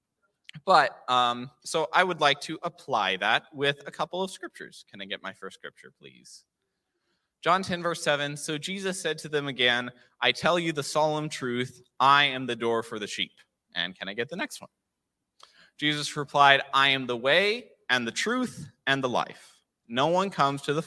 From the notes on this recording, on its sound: This JAT was recorded live on Sunday, January 1st, 2022 at Newark United Pentecostal Church.